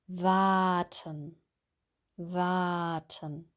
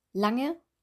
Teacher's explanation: In dem Wort warten haben wir ein langes A, aber lang, das Wort lang, spricht man mit einem kurzen A aus.